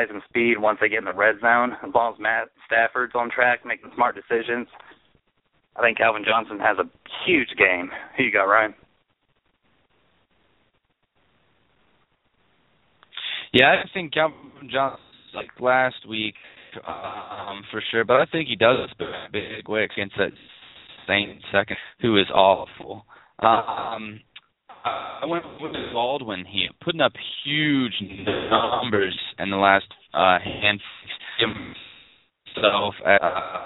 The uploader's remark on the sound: Taking questions via call ins. Hear your questions answered live on air.